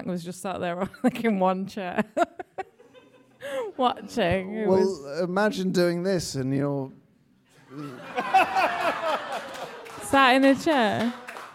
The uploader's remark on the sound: Having live music at The Moon Under Water has always been a point of contention with our guests. In our final live episode.